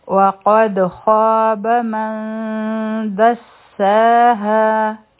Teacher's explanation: قد په دال باندې به قلقله کو، آواز به واپس راشي مونږ ته